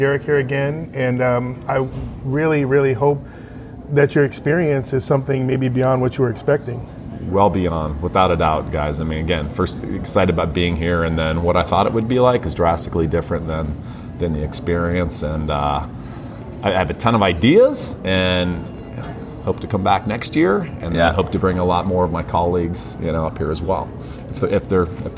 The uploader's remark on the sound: Today's episode is a series of (3) LIVE interviews taken from the February 2020 BAM conference, or Blacks at Microsoft conference.